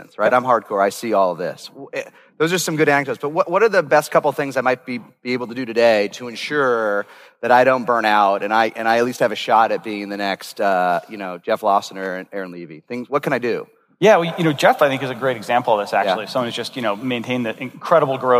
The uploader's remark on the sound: This episode was recorded at Saastr Annual 2016